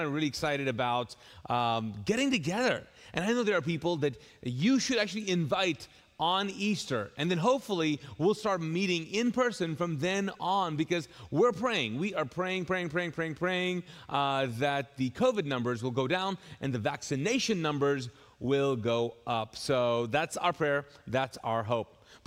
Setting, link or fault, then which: setting, large echoing room